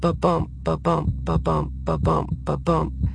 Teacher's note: iambic pentameter, it's that heartbeat sound